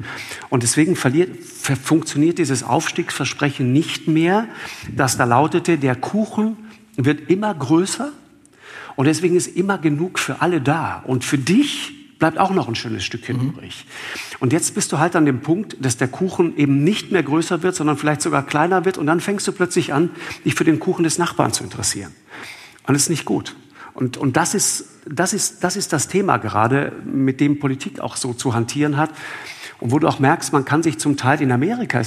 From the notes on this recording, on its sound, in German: Im Hamburger Thalia Theater vor 1000 Zuschauerinnen und Zuschauern. Herausgekommen ist ein Live-Podcast.